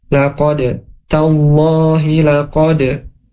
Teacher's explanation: Huruf dal, huruf dalnya punya sifat qalqalah dan dipantulkan ya